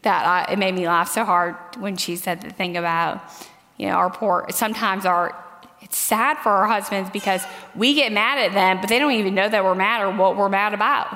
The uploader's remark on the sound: The closing message at the Biblical Mothering conference.